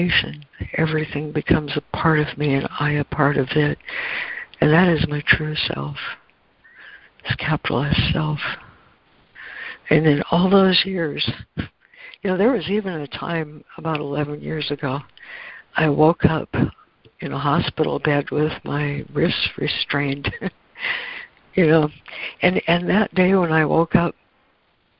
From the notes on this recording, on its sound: ACIM Daily Conference Call.